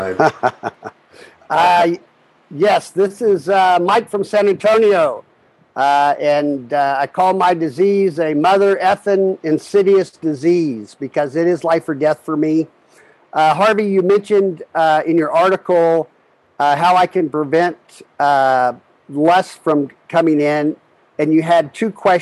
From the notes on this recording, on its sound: took us on a zoom journey